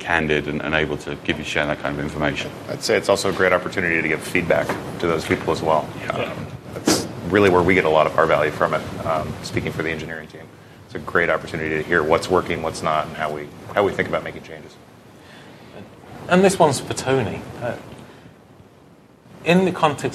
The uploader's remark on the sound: DevConnections Live Episode. Recorded with a live audience at DevConnections 2013 in Las Vegas. Participant Q.